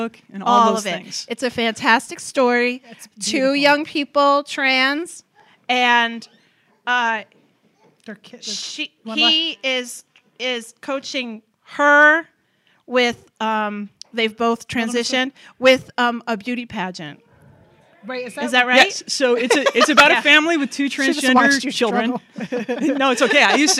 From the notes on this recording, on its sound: we hosted a party with former guests, Patreon sponsors, friends, and family at Sofie's Salon to record our 100th episode